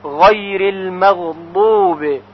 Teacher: از برخورد کناره زبان به کناره دندانهای آسیاب بالا یعنی فک بالا، حرف ضاد به وجود میاد